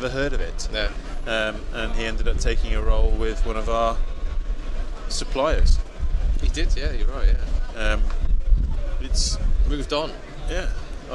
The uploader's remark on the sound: From The Black Friar, London, UK. Brave the cold outside one of London's oldest pubs.